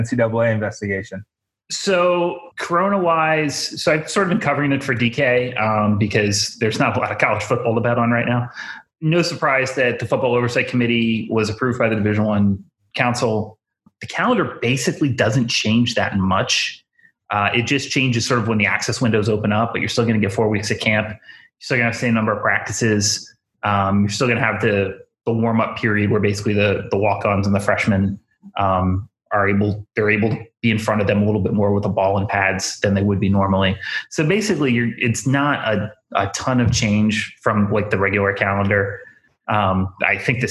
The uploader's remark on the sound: jump in the zoom machine